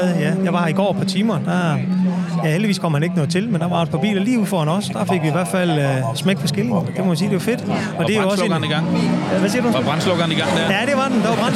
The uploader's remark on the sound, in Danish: Ægte racestemning fra NDI's stand ved CHGP 2023. I denne episode er podcasten taget til CHGP 2023 og har fået plads på NDI's stand. Med ægte stemning af race og lyd fra de hurtige biler. Copenhagen Historic Grand Prix.